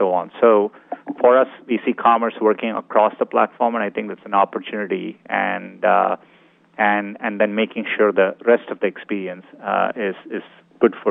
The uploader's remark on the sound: Earnings Call. Earnings Conference Call.